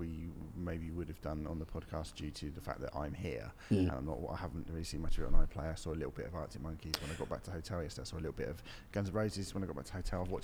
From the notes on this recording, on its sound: Live from Outbreak Festival. LIVE from Manchester at the Outbreak Festival.